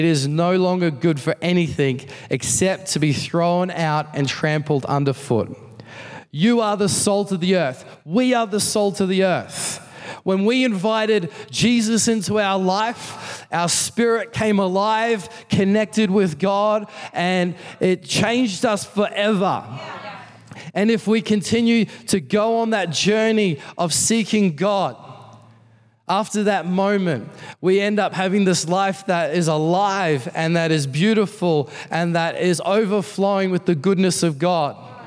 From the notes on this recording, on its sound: Recorded in the 5pm service on Sunday, 11th September 2022